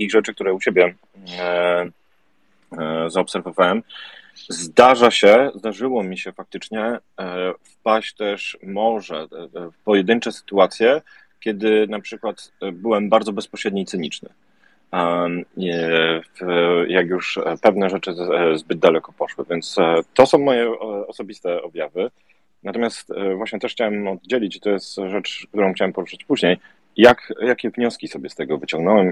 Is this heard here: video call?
yes